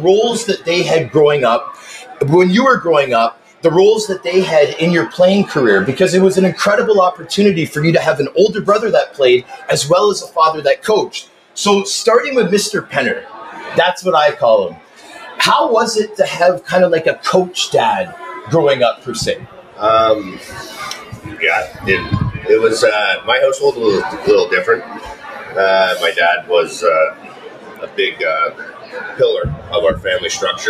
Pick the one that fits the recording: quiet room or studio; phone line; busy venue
busy venue